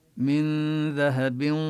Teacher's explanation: ينتقل القارئ يعني يكون لسانه على مخرج الذال، وتبقى الغنة، يظهر الغنة ولكن لا يبالغ كثيرا فيها، تطنين النونات قالوا هو عيب. · Term: نخفي النون